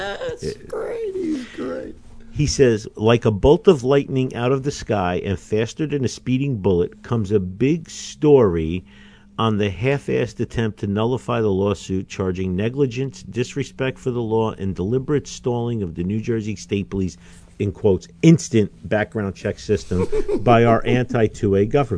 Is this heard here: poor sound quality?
no